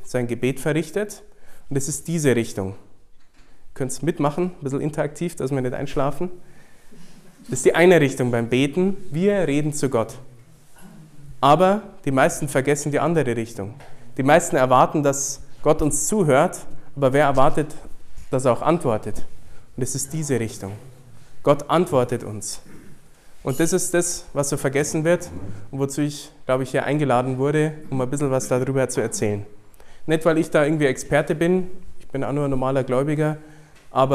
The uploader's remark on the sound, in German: Vor ein paar hungrigen Leuten, die mehr von Gott wollen. Diesen Vortrag hielt ich bei der "Nacht der Anbetung" in Wolfsburg.